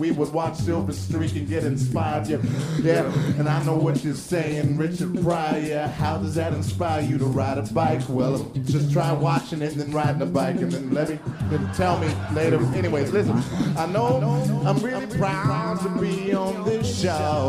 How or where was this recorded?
live audience